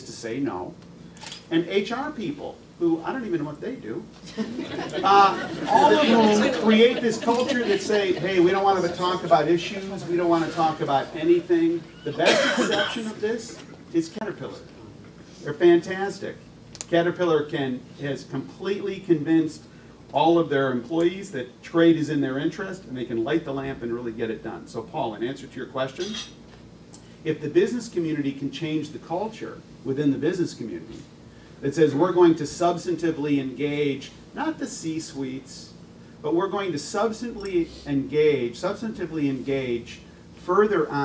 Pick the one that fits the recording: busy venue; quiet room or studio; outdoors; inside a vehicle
busy venue